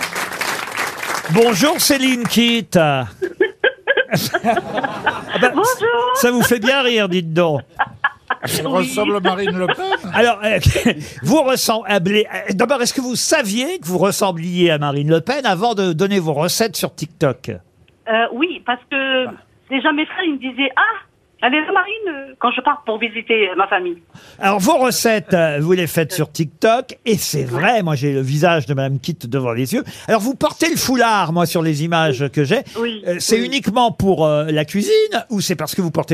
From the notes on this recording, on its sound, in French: les Grosses Têtes recevaient au téléphone